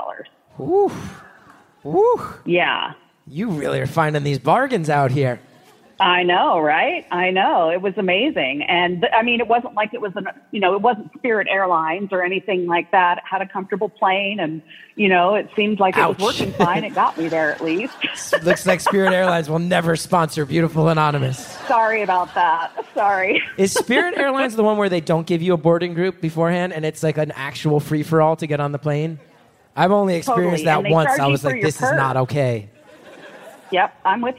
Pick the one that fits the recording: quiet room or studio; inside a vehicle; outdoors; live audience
live audience